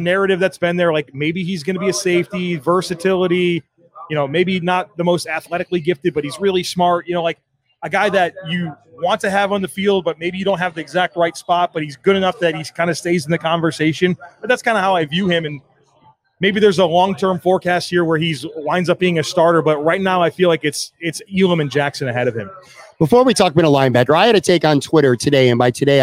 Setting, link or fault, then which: setting, busy venue